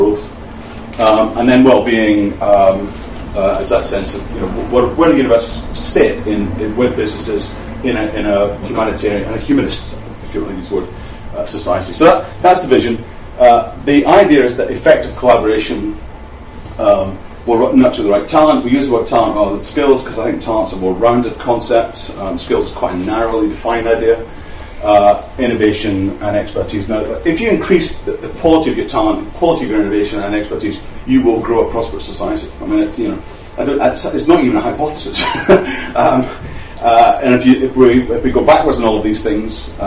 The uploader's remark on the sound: speaks at SRHE Enterprise and Work-based Learning Network